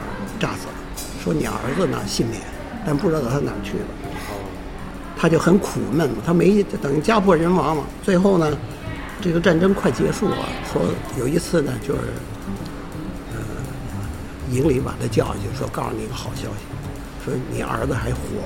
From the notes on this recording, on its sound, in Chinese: 因为特殊原因，访谈的地点只能在一家披萨店里，环境音失控，本期节目的声音质量不佳，恳请听友们包容！